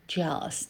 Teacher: Не озвончайте, не уходите на звук з.